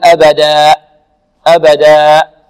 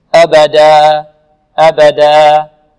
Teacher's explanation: عندما نقف على الألف في كلمة أبدا نقف عليه بمقدار حركتين، ولا نقف بهمزة في نهاية الألف · Shown in: second take · Term: بدون همزة